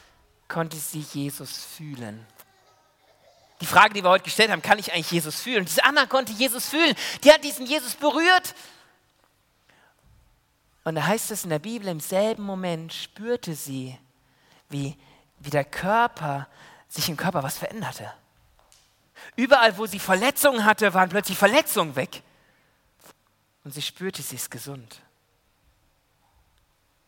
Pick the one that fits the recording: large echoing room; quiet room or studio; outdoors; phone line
large echoing room